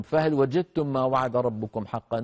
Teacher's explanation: لم يبقى للدال أثر، تحول النطق إلى تاء، فهو إدغام تام كامل مستكمل التشديد